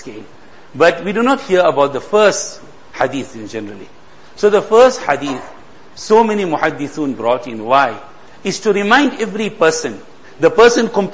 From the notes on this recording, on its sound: Jumuah lecture.